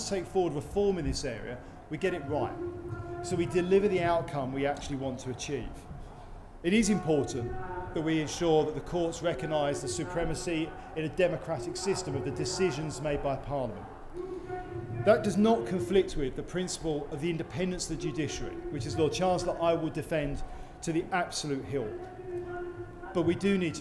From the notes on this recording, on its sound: I have edited a couple of the questions from the floor. In a marquee that was far from soundproof.